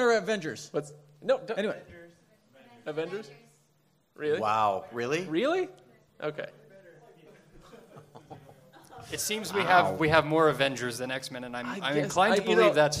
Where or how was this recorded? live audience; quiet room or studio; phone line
live audience